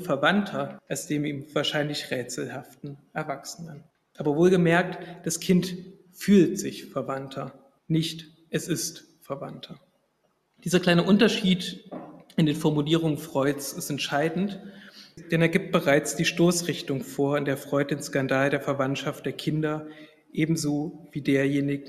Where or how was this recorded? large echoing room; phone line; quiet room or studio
large echoing room